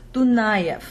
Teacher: the stressed syllable is actually pitched lower than the unstressed syllables. In English, we always go up in pitch to stress something. · Term: pitch going down